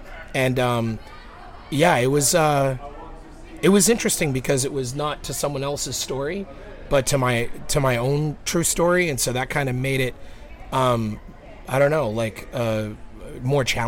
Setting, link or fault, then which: setting, busy venue